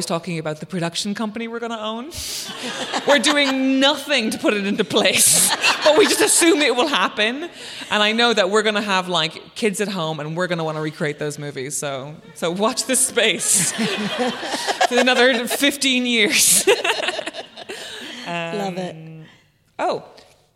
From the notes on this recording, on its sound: At the Wheeler Centre Melbourne. On-stage at the Wheeler Centre's Spring Fling for a Sentimental live show.